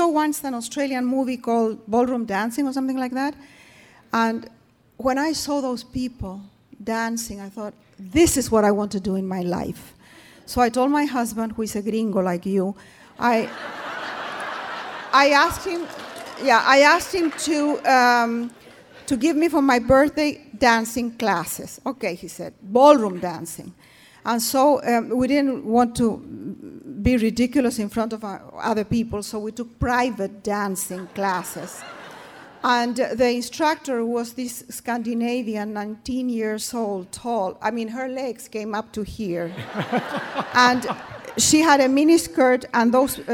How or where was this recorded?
live audience